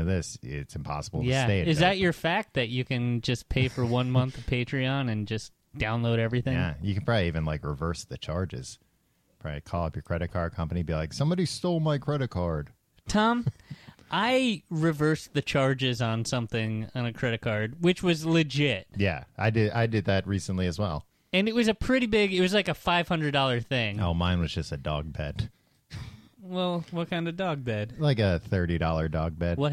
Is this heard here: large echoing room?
no